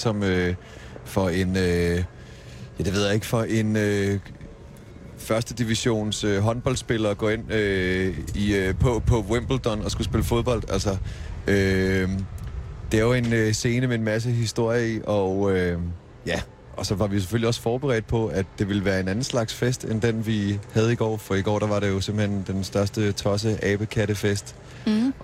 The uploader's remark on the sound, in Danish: Under bøgetræerne. Sender direkte fra Danmarks Smukkeste Festival i Skanderborg.